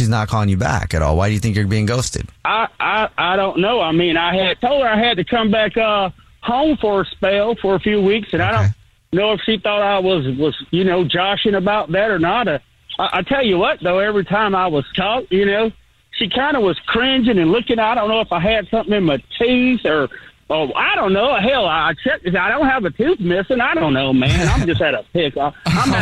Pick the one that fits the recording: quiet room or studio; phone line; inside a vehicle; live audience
phone line